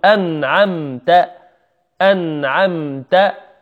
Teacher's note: النون هنا والميم في أنعمت ساكنتين، فلذلك نحذر القلقلة.